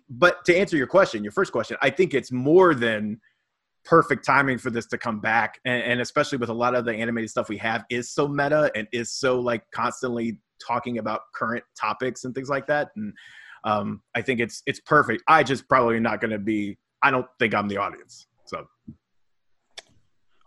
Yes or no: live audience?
no